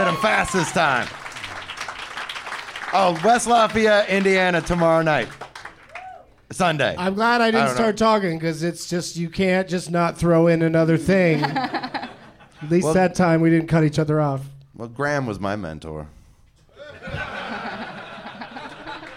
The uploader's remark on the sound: Live from Go Bananas in Cincinnati.